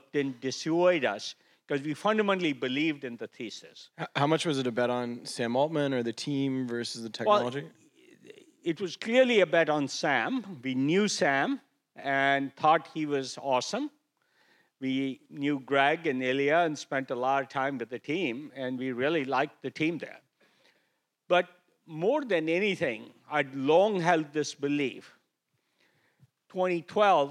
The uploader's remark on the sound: Two conversations from the Cerebral Valley AI Summit. Sat down on stage at the Cerebral Valley AI Summit.